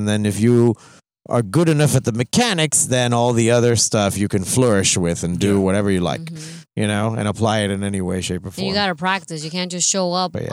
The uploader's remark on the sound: we are in the car